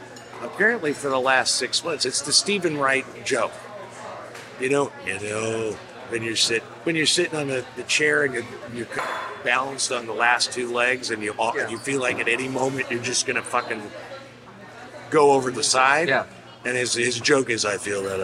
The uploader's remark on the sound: Live from Chicago! They convene at the Cornerstone Cafe for breakfast and recorded the ApeCast amongst other diners and also have a lovely breakfast.